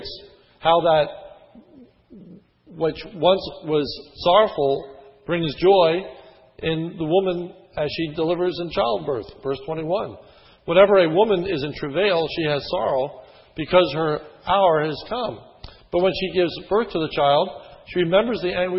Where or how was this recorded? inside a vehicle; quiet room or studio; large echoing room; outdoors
large echoing room